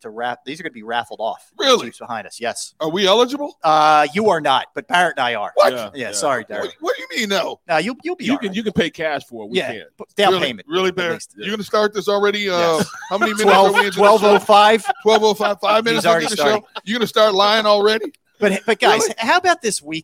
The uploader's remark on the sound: Philadelphia. LIVE From Jeff D'ambrosio Auto Group destination Downingtown!